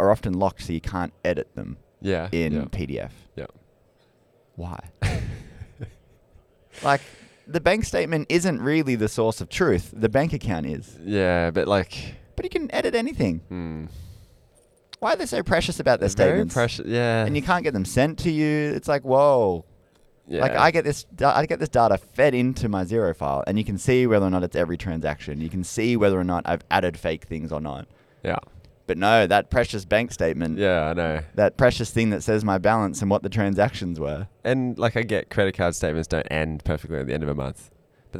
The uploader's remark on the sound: Live From Accountex